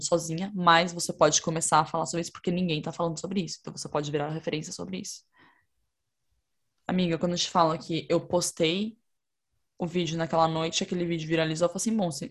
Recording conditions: video call